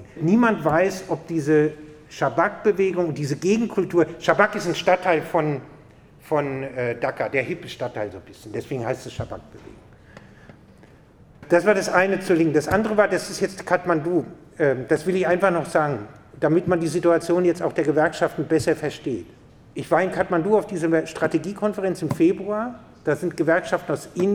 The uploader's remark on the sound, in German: Ein Vortrag an der Uni Freiburg